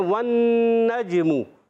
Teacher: پر زبر آ گئی واو کی زبر نون سے ملے گی نون مشدد ذرا رک کر ادا کریں گے غنہ بھی کریں گے